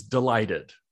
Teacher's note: And the first syllable is a schwa. It doesn't have a shape. It's not a pure vowel.